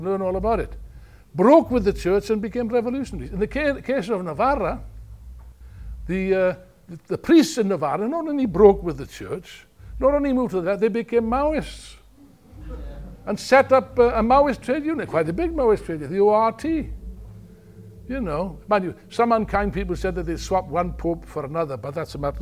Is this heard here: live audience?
yes